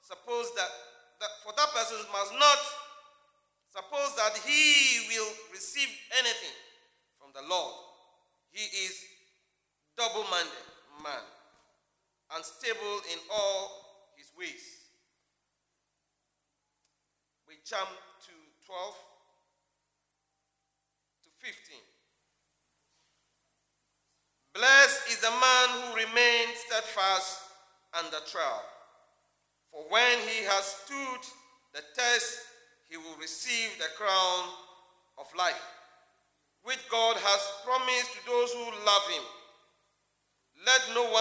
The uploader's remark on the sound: Sermon preached at CBC Shiashie Campus